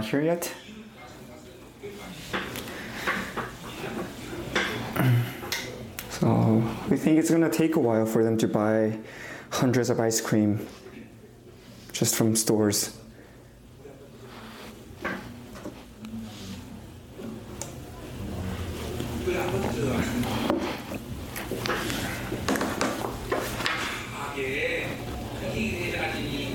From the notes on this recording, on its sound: 2023 New Years Conference. Conference sermon.